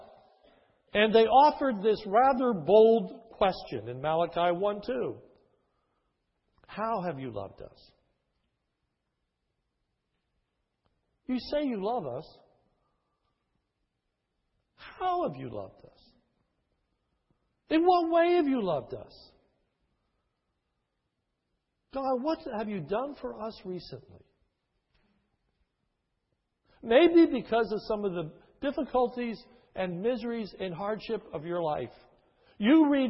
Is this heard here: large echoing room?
yes